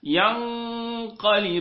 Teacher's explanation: تحول المخرج من الفم الى الخيشوم بالكامل، فالخروج بالكامل اصبح من الخيشوم. ينقلبون، وكمان هنا وانت بتقول بون تحاول تمد شفتيك للامام لتخلص الخيشوم من الواو، المد بالواو دائما حتى ما يكونش فيه غنه، يبقى المد ده ما فيش فيه غنه.